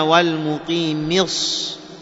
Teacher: بعد الميم صاد حذفت الياء التي هي حرف مد وحذفت همزة الوصل وأضغمت اللام في الصاد · Term: حذف حرف المد